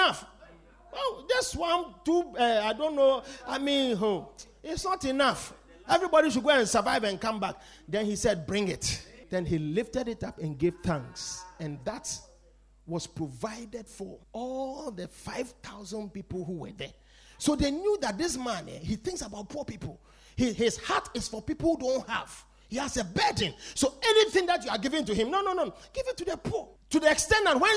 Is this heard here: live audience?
yes